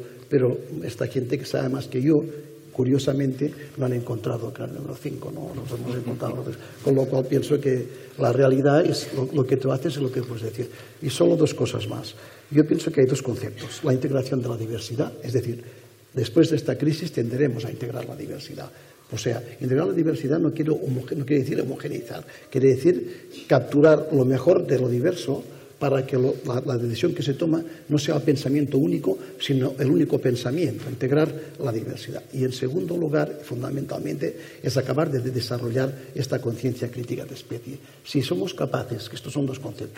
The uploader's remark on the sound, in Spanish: En el más brutal festival de la ciencia, en la mejor celebración de la racionalidad y el progreso que tiene lugar en la península ibérica [el Naukas 2015 en la UPV] nos marcamos un Media2 muy especial. Se prestaron a una tertulia en vivo en Bilbao. Cortesía de ETB.